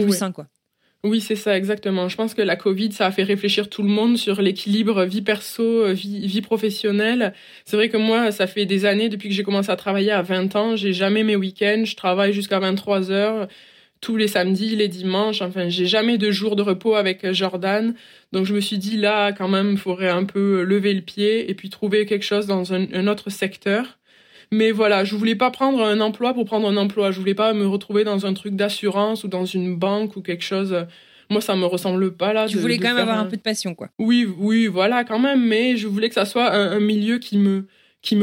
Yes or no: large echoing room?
no